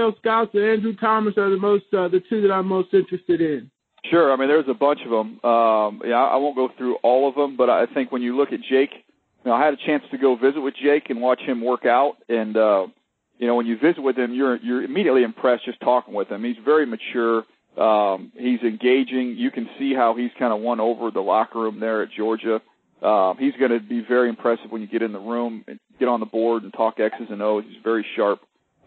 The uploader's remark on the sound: Pre-combine conference call with the media!